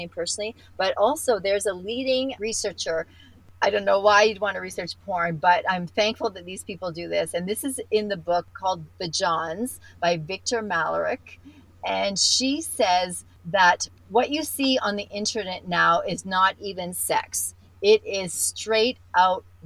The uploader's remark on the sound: She lives in the Canadian mountainside and when it was time for our interview, she had to scramble to get to town for a better internet connection. After 1.5 hours of sitting in her car outside her local cafe.